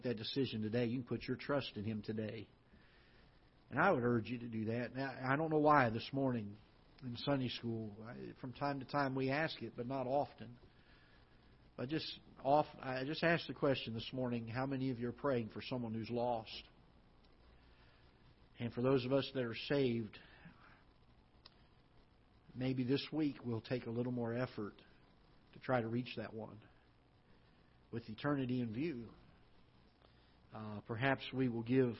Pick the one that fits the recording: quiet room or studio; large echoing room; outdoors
large echoing room